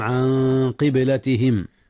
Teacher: هنا إخفاء يا أستاذنا، أخفي النون قبل القاف، والقاف من حروف الإخفاء. قبلتهم، قلقلة الباء في قبلة حيث جاءت ساكنة، عن قبلتهم التي كانوا عليها.